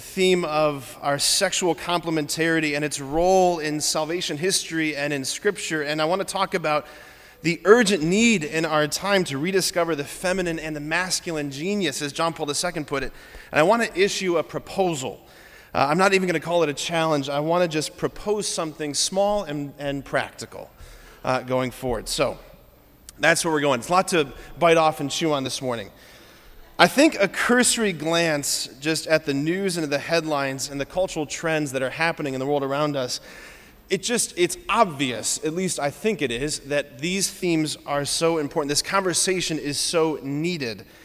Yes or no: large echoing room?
yes